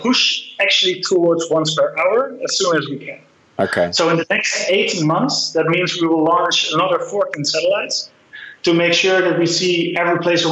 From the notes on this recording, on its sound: Who's based in Amsterdam, via a Skype call.